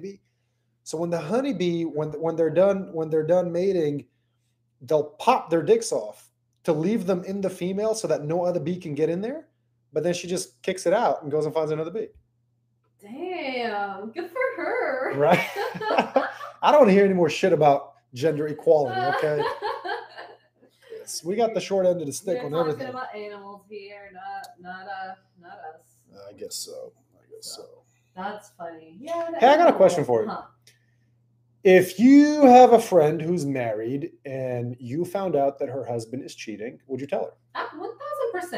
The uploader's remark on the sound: FML, another episode where the mics didn't connect for whatever reason and the sound is unclear.